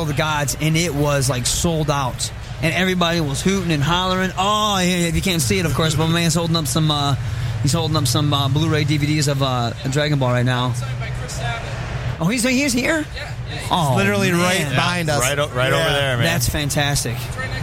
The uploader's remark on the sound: Live From Motor City Comic Con